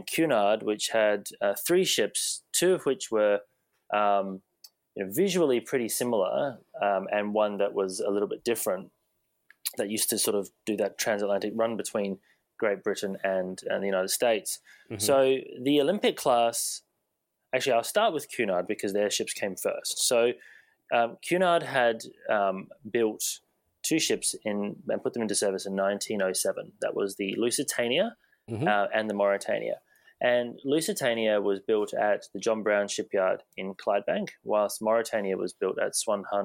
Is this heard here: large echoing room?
no